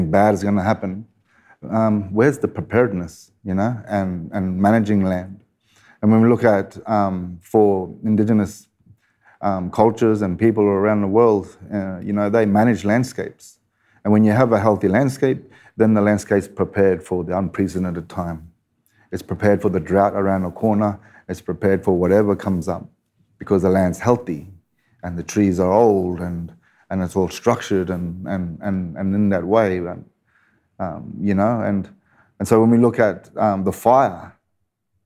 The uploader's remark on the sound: Is recorded live in conversation. At Powerhouse Ultimo.